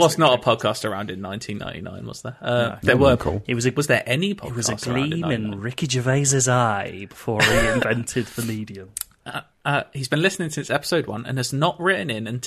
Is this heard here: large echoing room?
no